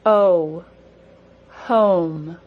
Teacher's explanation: The long O ends in a brief W sound.